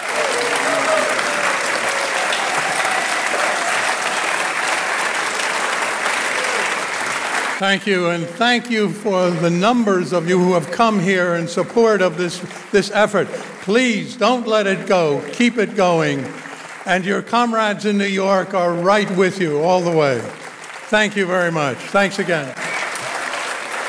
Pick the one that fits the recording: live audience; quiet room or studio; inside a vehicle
live audience